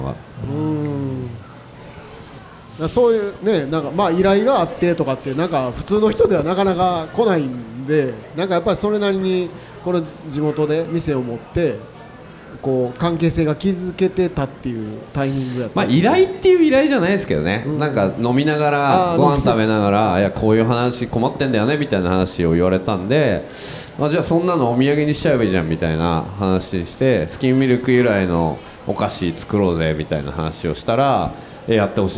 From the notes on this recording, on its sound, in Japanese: 今回の配信はArcade in 那智勝浦2023で行われたkisen radio presents Arcade RADIOの公開収録の最終回です。